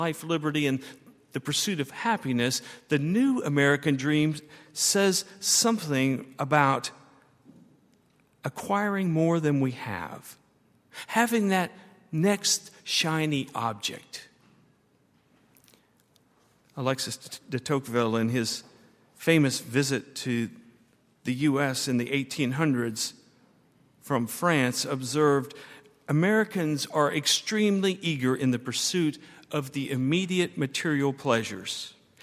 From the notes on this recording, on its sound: at Highland Baptist Church